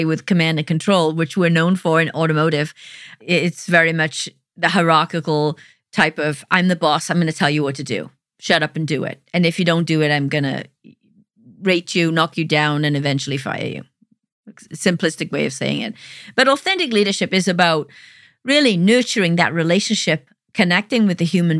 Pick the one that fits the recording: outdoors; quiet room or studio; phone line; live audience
quiet room or studio